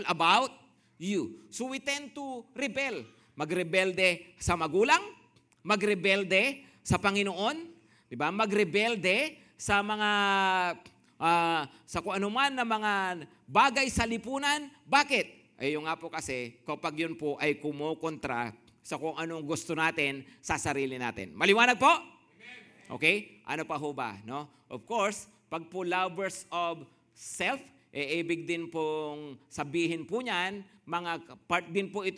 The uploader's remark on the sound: Preached last June 18, 2023 at Grace Testament Church's 10:00 AM Service.